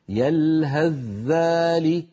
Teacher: لو وقفنا نقول يلهث بثاء، لكن لو وصلناها نحولها إلى ذال وندغم الذال في الذال فنقول يلهث ذلك، هكذا المفروض.